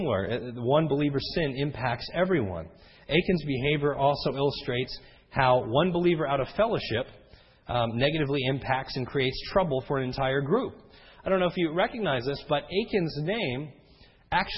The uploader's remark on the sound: This sermon was recorded om 6/06/10 in the evening service.